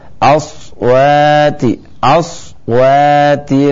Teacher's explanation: aswa bukan os, bukan dengan o tapi dengan a